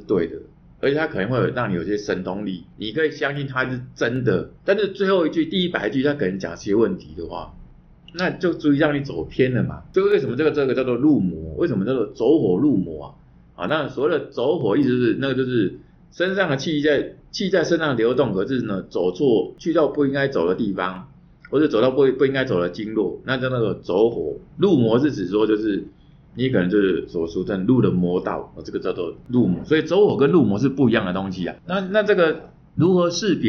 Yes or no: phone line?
no